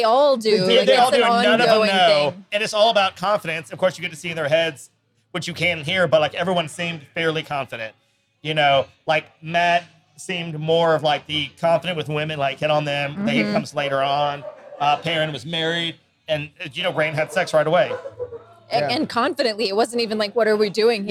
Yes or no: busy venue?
yes